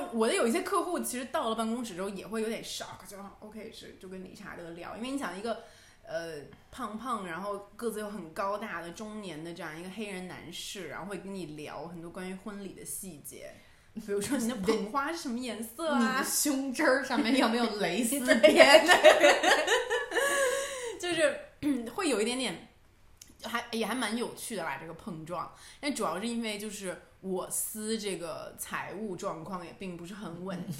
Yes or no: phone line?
no